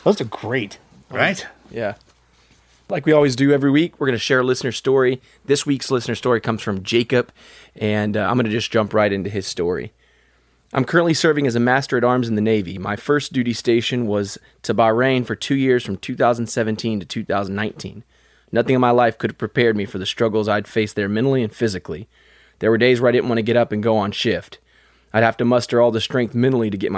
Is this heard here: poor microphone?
no